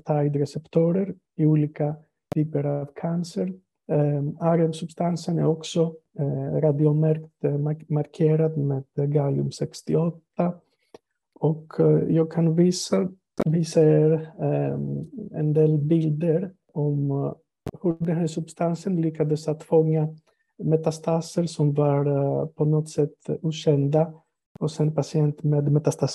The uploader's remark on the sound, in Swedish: Ljudinspelningen från SOF:s webbinarium.